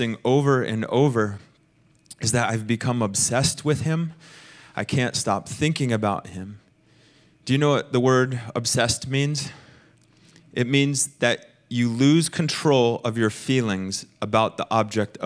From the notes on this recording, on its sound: Recorded sunday evening service at Reunion Hawaii